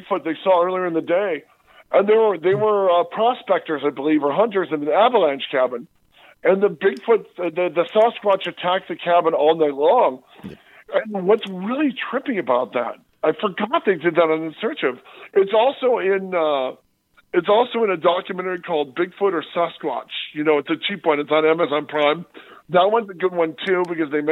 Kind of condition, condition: link, phone line